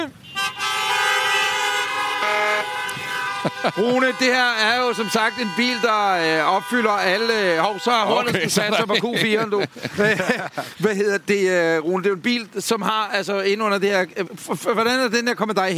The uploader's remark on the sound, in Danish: Det regner, det er LIVE. I dette afsnit af Bilklubben sender vi LIVE fra Drive-in Biografen i Lynge. Men det er det, man i radiosproget kalder for live-on-tape.